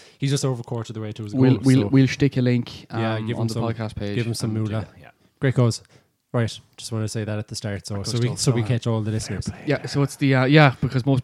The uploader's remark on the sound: This week's episode comes live and in colour from The Real Capital